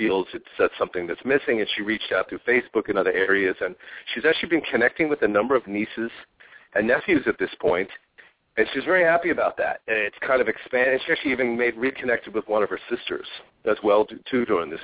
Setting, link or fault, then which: link, phone line